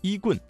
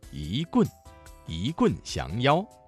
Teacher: 一字在四声字前变成了二声 · Shown in: second take · Term: 语流音变